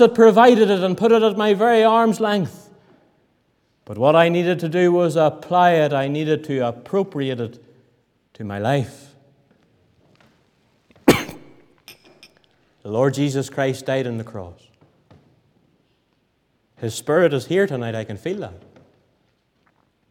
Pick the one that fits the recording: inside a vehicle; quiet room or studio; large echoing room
large echoing room